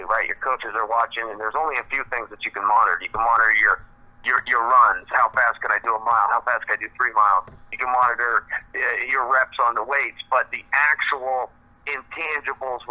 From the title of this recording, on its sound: Introductory Conference Call